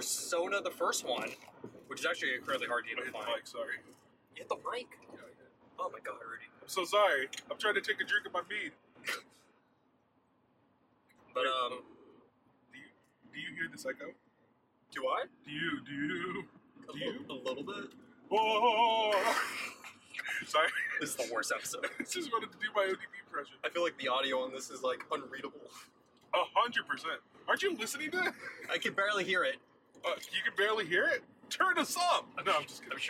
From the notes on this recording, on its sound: Recording a super short baby episode during their road trip home. Just two strange people in a car talking about video games on the literal road. Sorry for recording in a car.